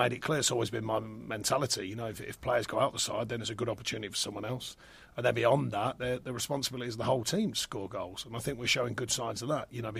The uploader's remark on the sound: Pre Match Press Conference